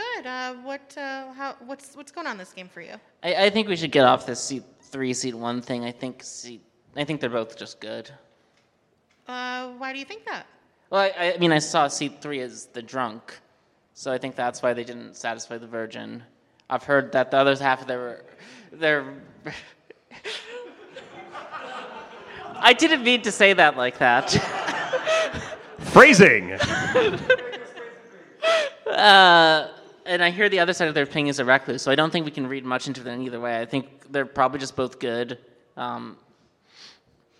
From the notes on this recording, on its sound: Grim Scenarios Live! From Las Vegas.